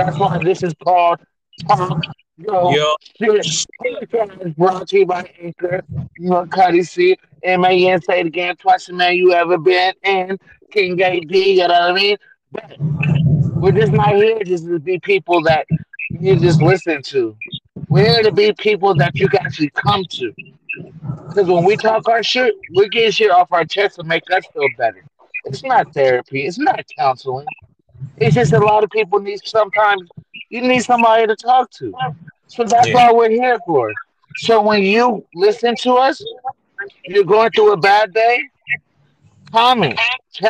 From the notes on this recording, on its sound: a quick segment talking their shit WHILE DRIVING